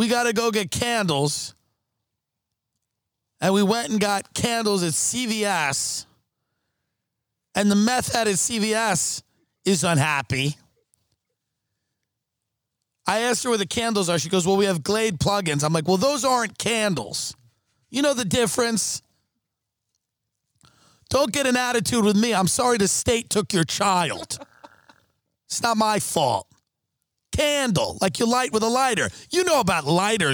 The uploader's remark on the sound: After a series of unfortunate events in the desert. Are forced to record outside in the dark.